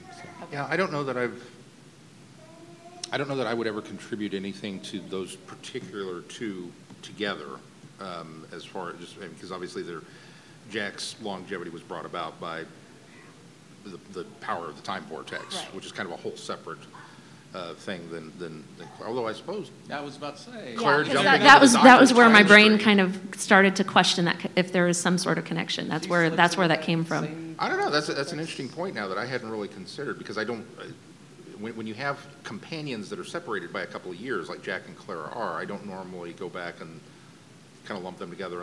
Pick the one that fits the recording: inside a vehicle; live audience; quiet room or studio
live audience